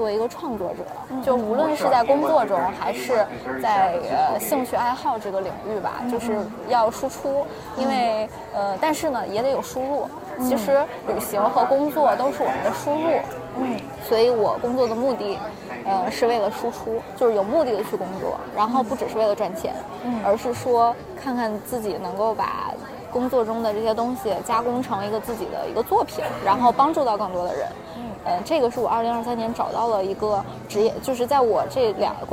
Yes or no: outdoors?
yes